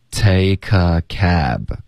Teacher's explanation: Take 跟 a 我们会连读